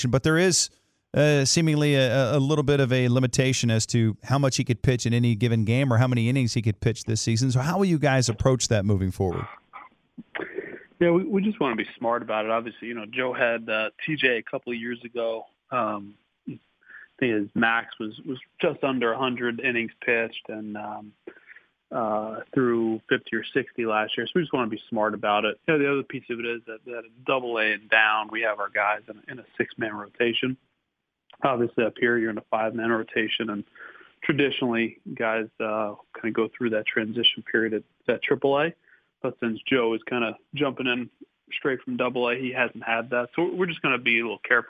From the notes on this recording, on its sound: called in to the Ben and Skin show